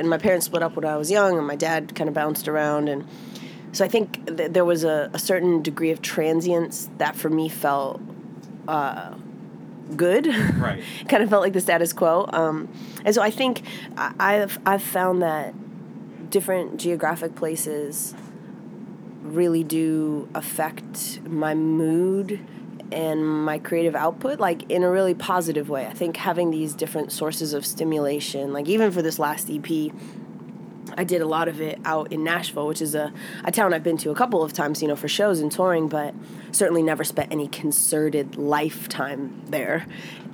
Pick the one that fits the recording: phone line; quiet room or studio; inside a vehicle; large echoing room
inside a vehicle